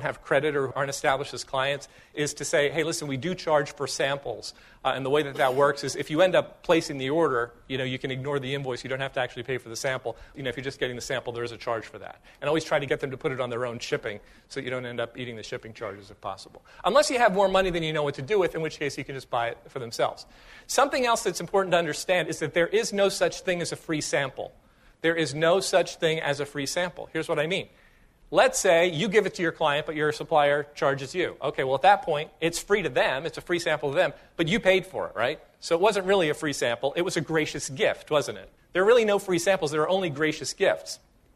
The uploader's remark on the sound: excerpt from a live session